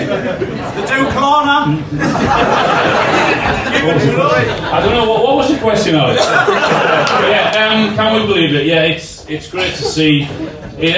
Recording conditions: poor sound quality